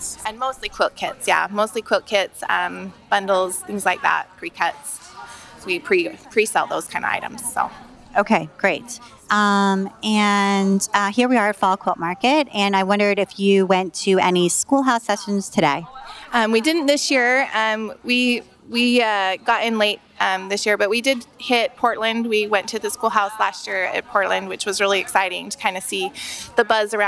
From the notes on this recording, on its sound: Recorded at Fall Quilt Market in Houston, Texas. I did man-on-the-street style interviews with shop owners I’d never met before, walking up to them while they were in line for Sample Spree or sitting down with them at the round tables outside of the Schoolhouse classrooms.